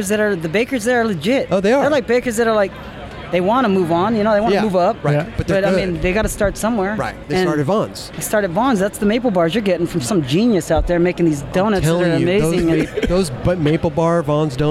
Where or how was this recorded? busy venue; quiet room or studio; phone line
busy venue